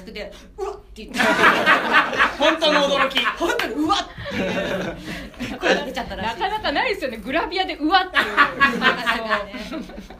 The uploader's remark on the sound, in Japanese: 八幡フェス vol.0 内で行われた当番組の公開収録。